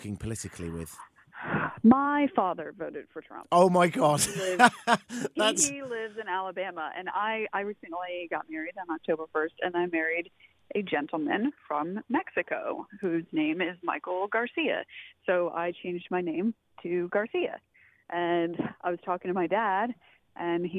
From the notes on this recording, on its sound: joins us on the phone from California